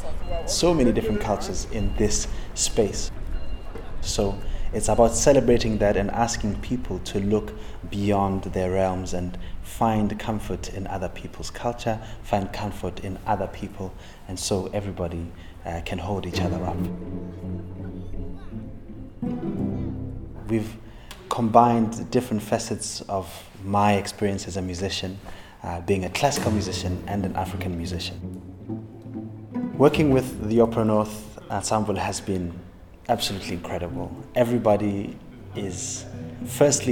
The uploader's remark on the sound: Experienced through headphones on a 40-minute walk through central Leeds. Sounds captured on the walk itself meander through the interviews and music.